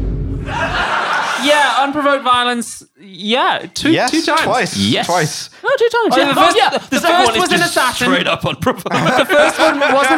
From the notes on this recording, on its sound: Recorded live at the Streatham Space Project.